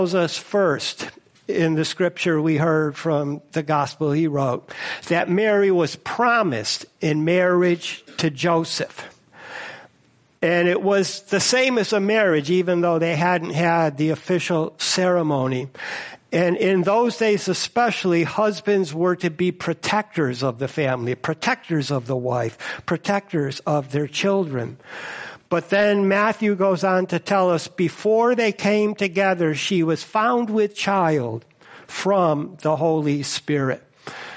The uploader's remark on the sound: First Congregational Church of Clinton, MA -- Christmas Eve Service